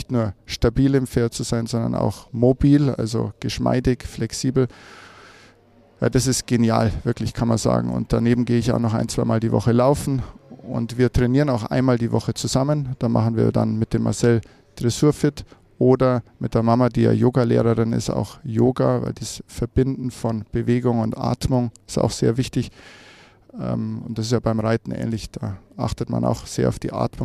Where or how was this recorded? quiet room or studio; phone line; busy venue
busy venue